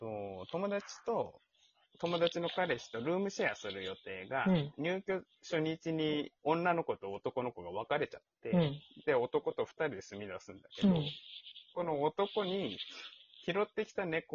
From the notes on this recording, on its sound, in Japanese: 基本遠距離収録です。マイク雑音はいっちゃってて申し訳ない。